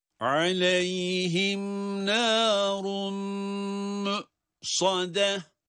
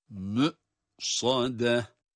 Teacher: mim ötresiyle hemzeye bağlanıyor. Mü mü hemzeden herhangi bir ses çıkmıyor. Ses orada hapsedilip kalıyor. Yani hareket sesi çıkmıyor.